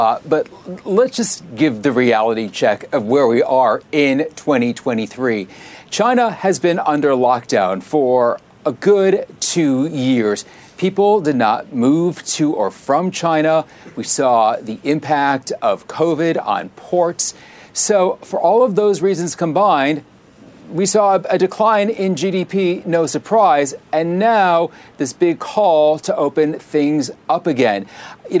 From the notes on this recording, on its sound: Today's show comes to you live from the World Economic Forum in Davos, Switzerland - the first in-person WEF since the pandemic began.